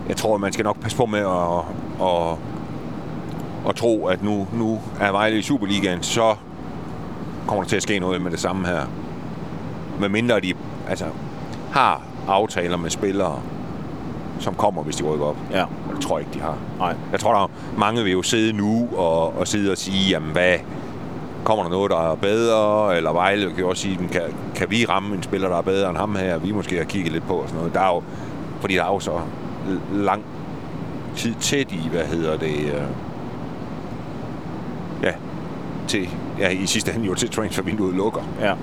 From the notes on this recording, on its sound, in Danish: Denne podcast er optaget på vej hjem efter kampen i Haderslev